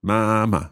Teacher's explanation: First tone, then neutral tone.